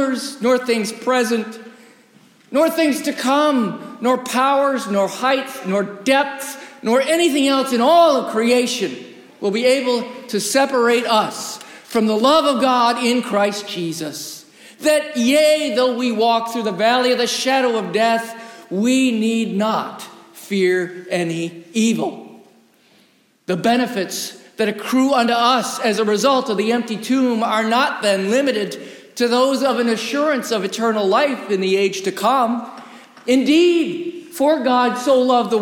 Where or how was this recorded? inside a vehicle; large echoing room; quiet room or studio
large echoing room